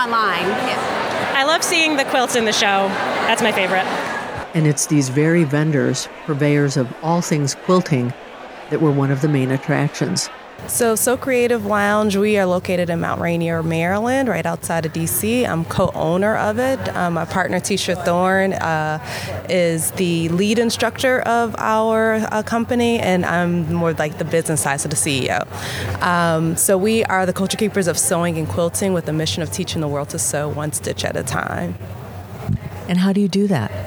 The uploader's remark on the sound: QuiltCon Atlanta 2023 - In the Aisle and Behind the Scenes. Attendees from around the world.